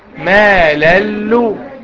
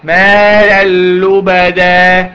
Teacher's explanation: شيل النون او دخل النون في اللام. مالا لو تبقى ماللو. · Term: ادغام بدون غنة